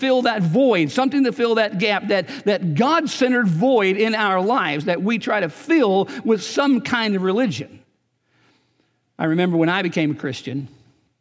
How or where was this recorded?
large echoing room